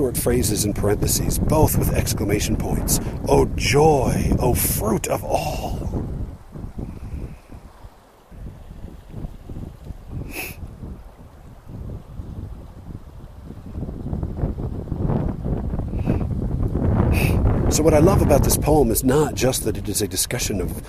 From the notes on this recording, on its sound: Recorded by the Diamond Fork River, but there was a bunch of obnoxious wind that sometimes you'll hear with lousy noise.